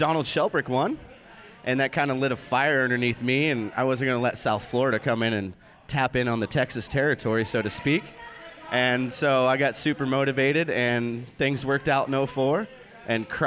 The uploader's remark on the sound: Live From Cablestock. Live from TSR’s CableStock 2016! Impromptu conversations and interviews during “Casino Night” at the 15th Reunion of the Texas Ski Ranch.